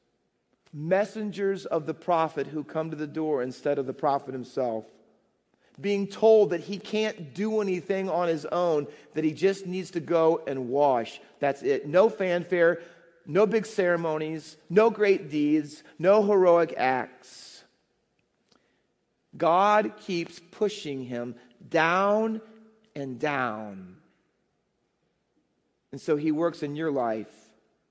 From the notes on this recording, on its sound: Faith Baptist Church in Hamilton, NJ.